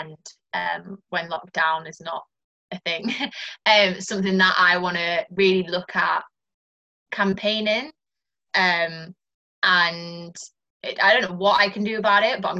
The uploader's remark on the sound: over Zoom as she tells me her story